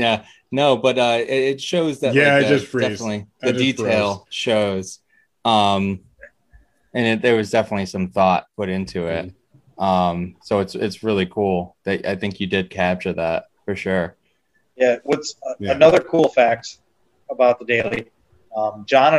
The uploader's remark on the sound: Recorded Live on Zoom on June 7, 2021